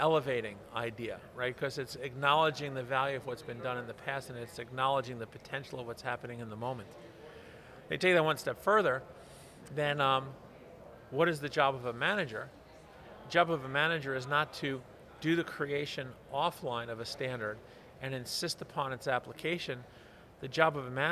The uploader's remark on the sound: From the GBMP Northeast Lean Conference!